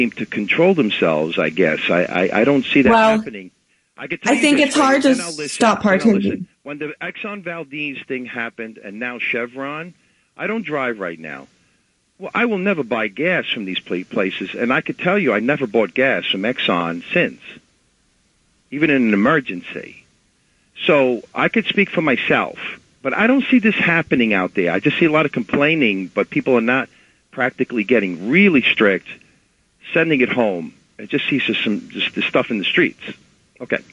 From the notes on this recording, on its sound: Live Call-ins // The Indypendent News Hour on WBAI